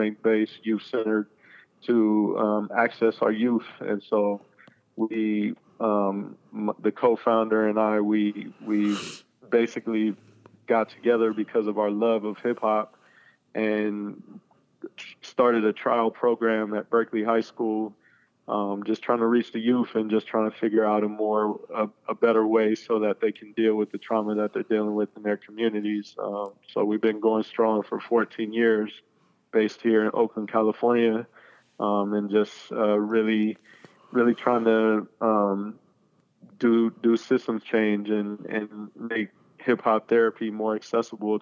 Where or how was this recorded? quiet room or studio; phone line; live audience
phone line